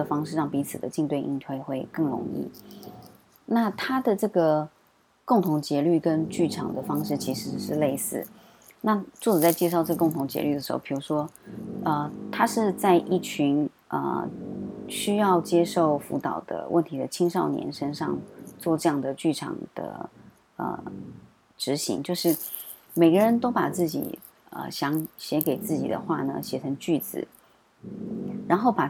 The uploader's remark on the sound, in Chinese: 本週背景白噪音：樓上施工打地板，請多包涵。